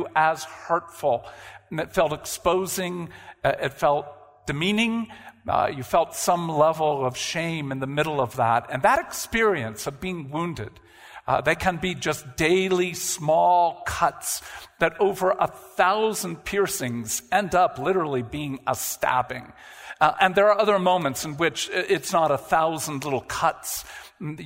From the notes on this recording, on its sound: live discussion from the Restoration of the Heart conference